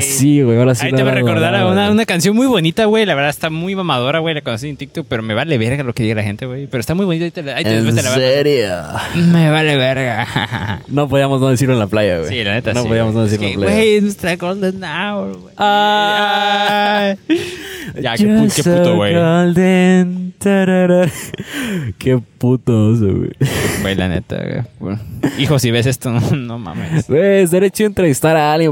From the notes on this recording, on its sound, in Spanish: GRABAMOS un PODCAST (Especial) en la PLAYA. Nos encontramos grabando en las preciosas playas de Puerto Arista.